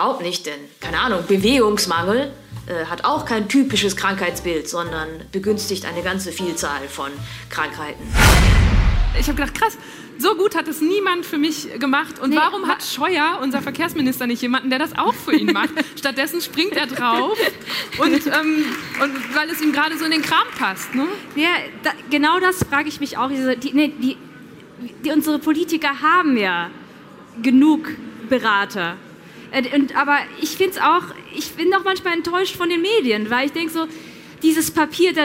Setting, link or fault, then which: setting, live audience